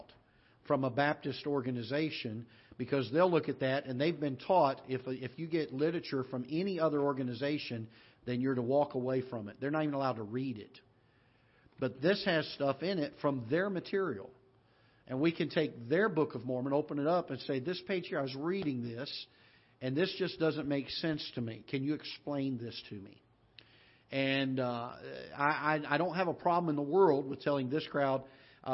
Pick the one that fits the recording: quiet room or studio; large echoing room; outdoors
large echoing room